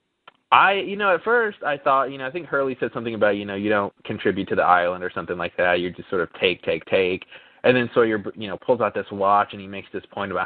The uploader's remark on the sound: Recorded Live on Talkshoe